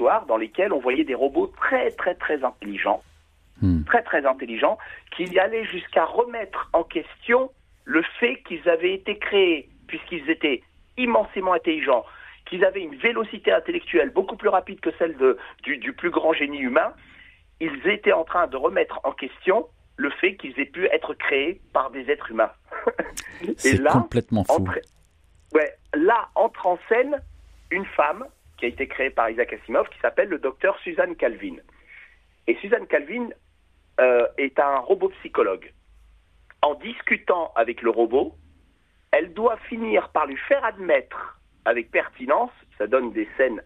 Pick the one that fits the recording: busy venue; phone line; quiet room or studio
phone line